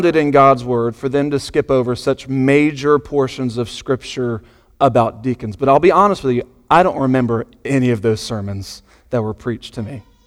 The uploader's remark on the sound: Sunday Morning Sermon Audio.